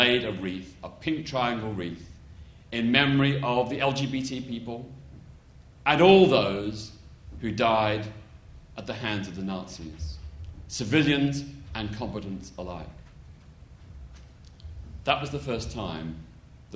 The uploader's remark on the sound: This podcast is a recording of the Q&A session that followed the film screening to mark the opening of the exhibition on 6 February 2014.